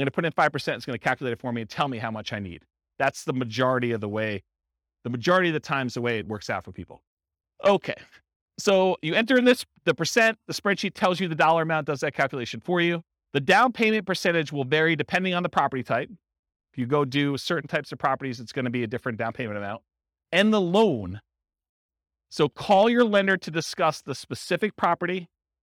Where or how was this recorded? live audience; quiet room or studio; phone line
live audience